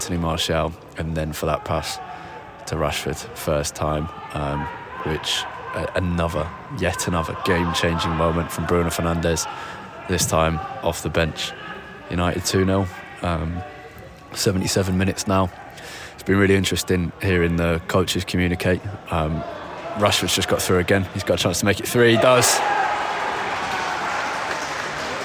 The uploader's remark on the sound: live from Old Trafford